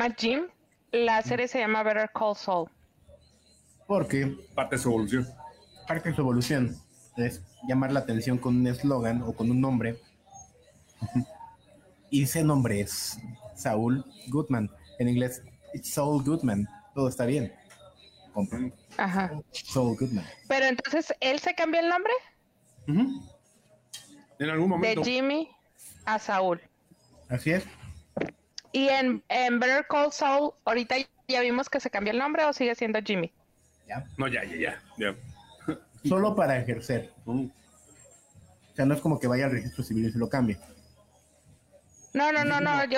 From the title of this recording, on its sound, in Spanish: En vivo desde Hamburguesas Mataleón